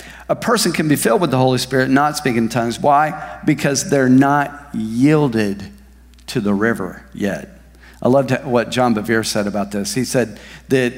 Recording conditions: large echoing room